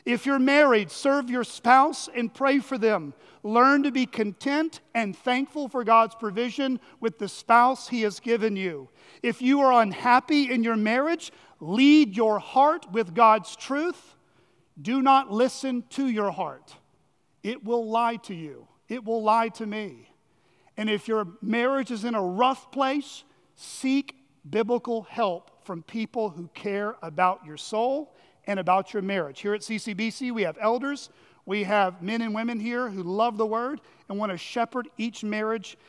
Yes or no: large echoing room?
yes